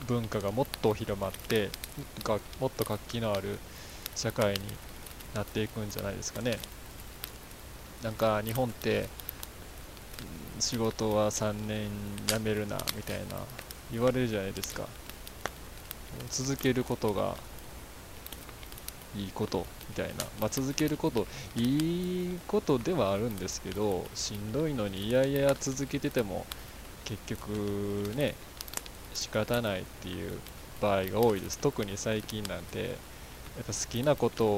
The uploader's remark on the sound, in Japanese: 使い始めるのは#4からなので#3まではこの音質で我慢。